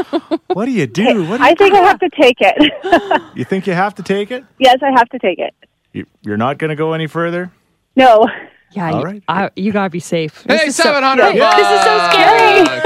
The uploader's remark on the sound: Parking lot party! It's day 2 of rifle hunting season, so we chatted with a bunch of "fired" up huners.